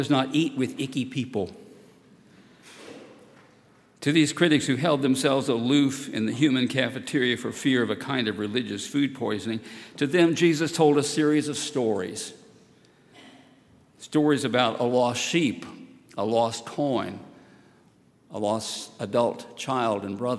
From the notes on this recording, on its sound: at Highland Baptist Church